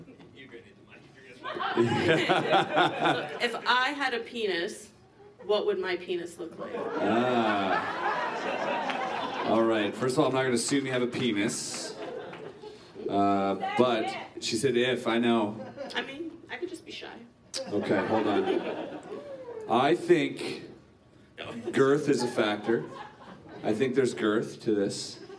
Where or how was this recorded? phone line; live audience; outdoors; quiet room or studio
live audience